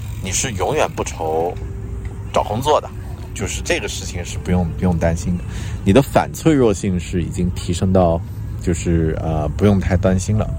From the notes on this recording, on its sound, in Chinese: 这期在新西兰首都惠灵顿海边码头录制的节目